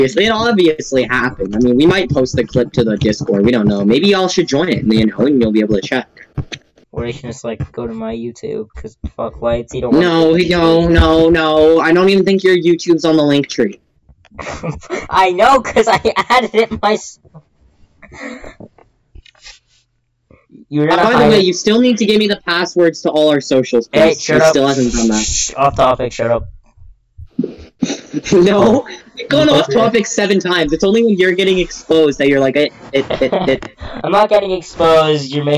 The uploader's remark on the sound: Audio was being weird, wasn't doing that in testing